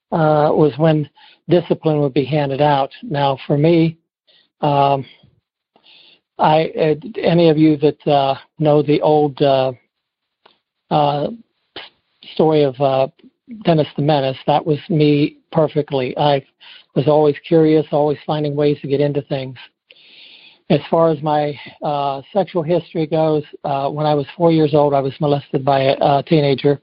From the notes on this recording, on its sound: Noon Phone Speaker Meeting